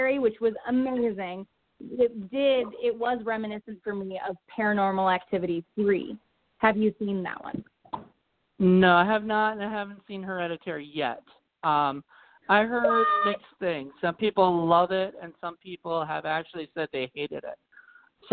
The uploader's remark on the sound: The October Call In Show